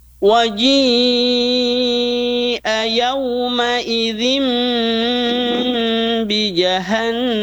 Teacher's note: Waji'a mad wajib, ya, muttasil, panjangnya 5 harokat.